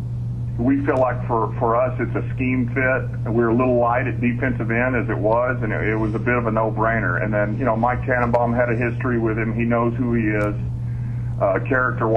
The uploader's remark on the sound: Opponent Conference Call. Miami Dolphins Interim Head Coach Speaks with the New York Media.